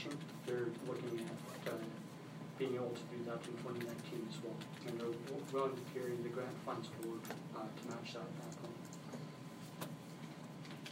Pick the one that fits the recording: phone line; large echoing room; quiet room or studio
large echoing room